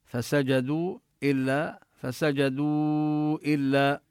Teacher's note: هذا المد مد منفصل جائز نمده أربع حركات